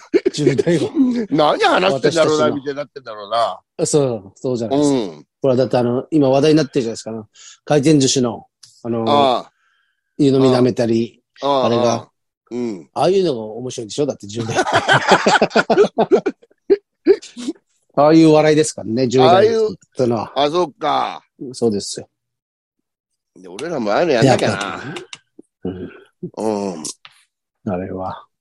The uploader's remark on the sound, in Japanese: ZOOMで収録